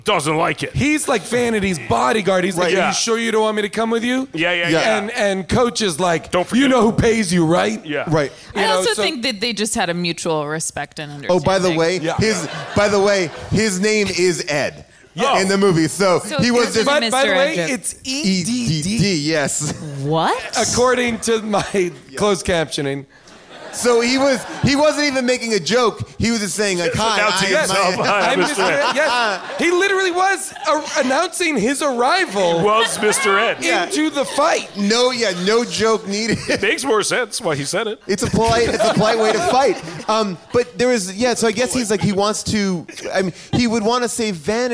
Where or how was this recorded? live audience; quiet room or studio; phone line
live audience